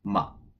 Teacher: Remember that ma is toneless, so you just pronounce it quickly